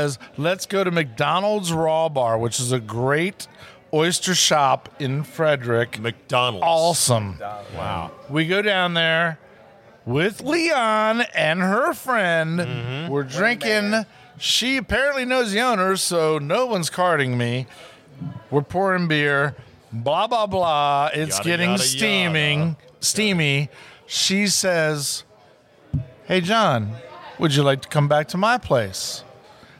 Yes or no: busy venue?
yes